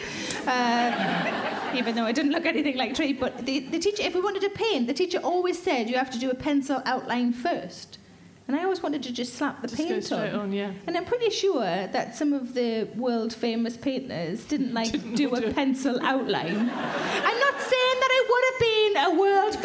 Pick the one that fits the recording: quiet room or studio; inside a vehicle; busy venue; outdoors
busy venue